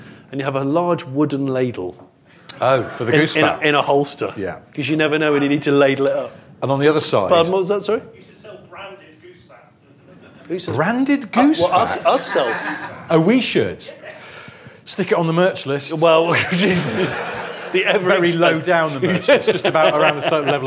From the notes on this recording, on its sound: In the second live recording from Bristol. Answer audience questions.